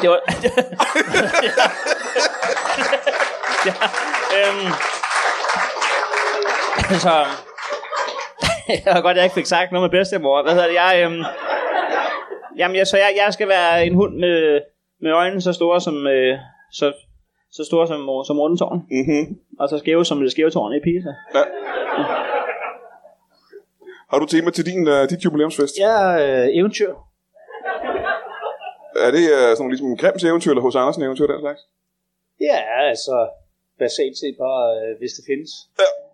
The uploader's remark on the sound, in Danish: LIVE fra Kolding. Optaget foran et levende publikum på Tobbers i Kolding. Optagelsen er et par år gammel men blev kasseret da vi mente at lyden ikke var i top.